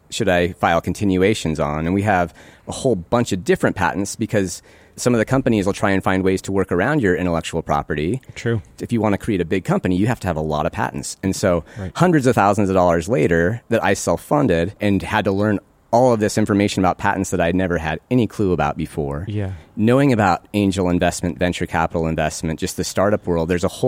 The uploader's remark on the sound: Recorded October 23, 2020 in Fort Yargo State Park, GA.